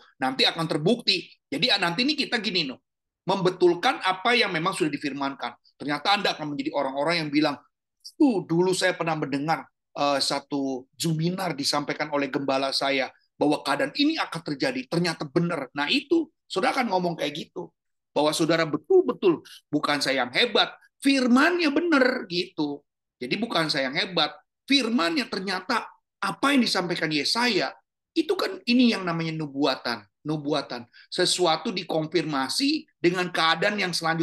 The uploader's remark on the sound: Audio Zoominar